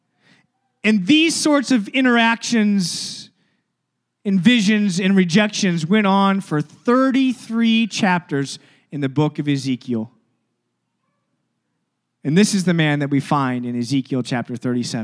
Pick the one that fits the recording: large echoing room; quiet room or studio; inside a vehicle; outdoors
large echoing room